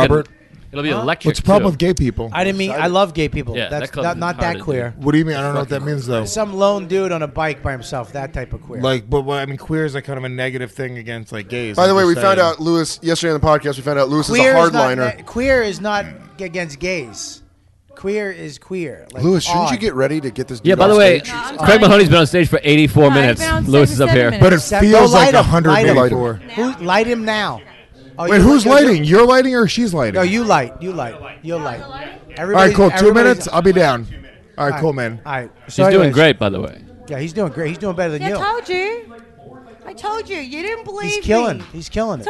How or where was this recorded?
busy venue